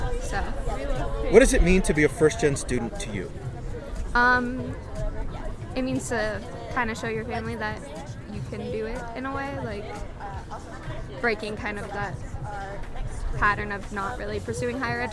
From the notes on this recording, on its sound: The sounds of First Generation Day at Colorado State University.